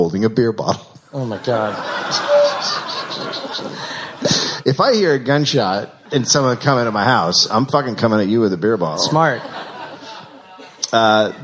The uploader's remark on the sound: Live in SF